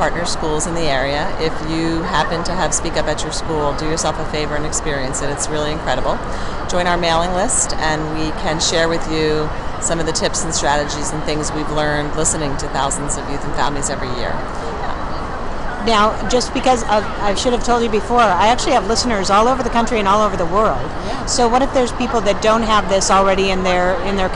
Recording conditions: busy venue